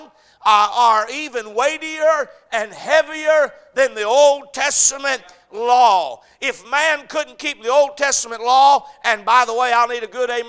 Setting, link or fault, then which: setting, large echoing room